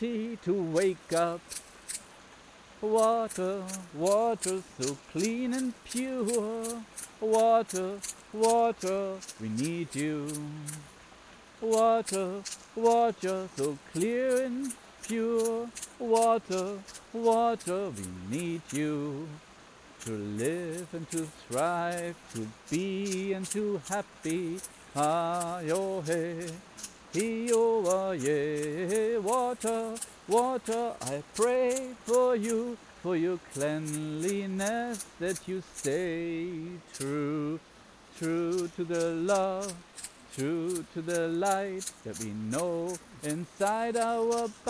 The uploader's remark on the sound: With binaural microphones of a water prayer that was made by a clean river in Madeira. The show contains singing and spoken word without scripts.